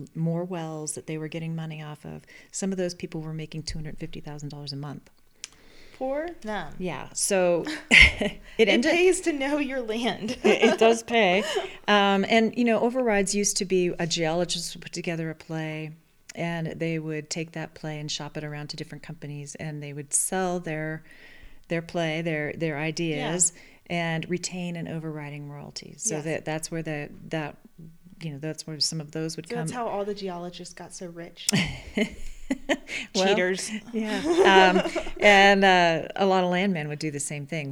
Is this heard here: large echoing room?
no